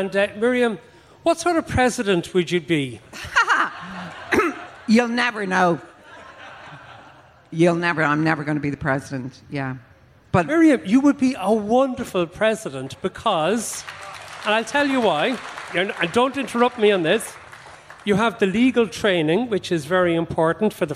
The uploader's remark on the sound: For a special live show at Electric Picnic 2022.